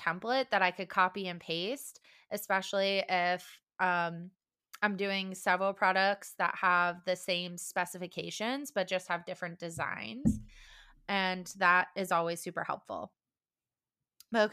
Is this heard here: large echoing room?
no